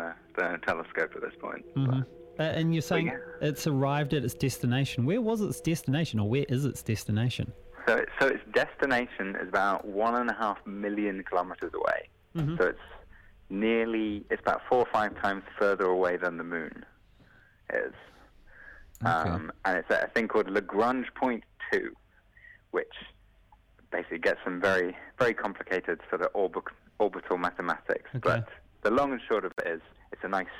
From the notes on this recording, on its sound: jumps on the phone